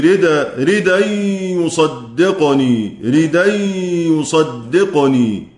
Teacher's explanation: ينقل حركة الهمزة إلى الساكن قبلها وهي الدال